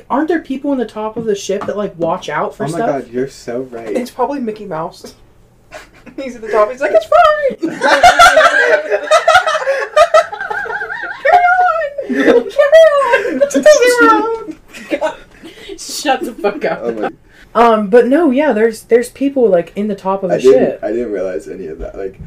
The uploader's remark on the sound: sorry if the audio is a little off, this is my first time having two co-hosts and I only have 2 mics